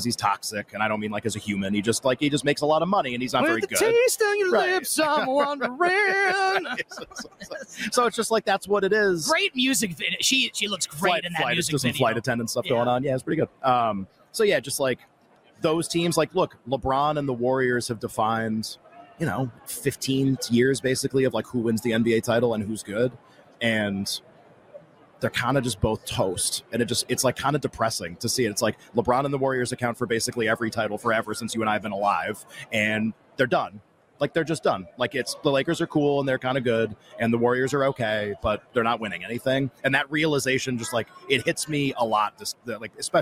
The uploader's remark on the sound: LIVE FROM RADIO ROW!